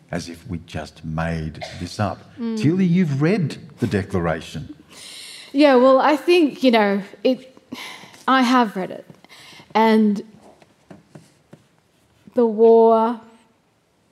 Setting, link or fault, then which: setting, live audience